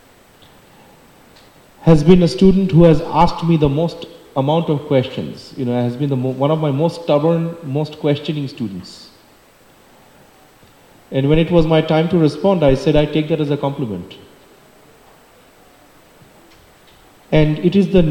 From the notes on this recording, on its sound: For the Sunday Feast Lecture given on February 25, 2024 at the Hare Krishna Temple in Alachua, Florida. For the Sunday Feast Lecture given on February 25, 2024 at the Hare Krishna Temple in Alachua, Florida.